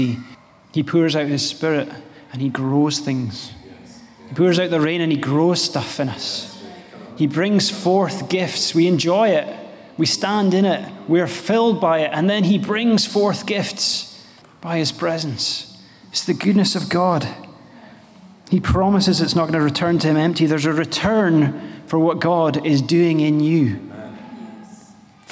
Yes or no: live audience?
yes